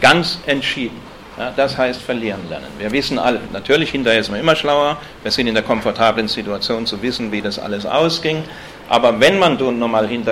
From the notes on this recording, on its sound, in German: Gehalten auf dem Antifa Kongress Bayern. In Nürnberg.